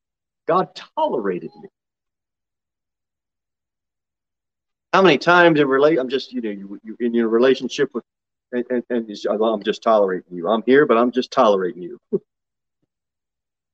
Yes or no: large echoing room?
yes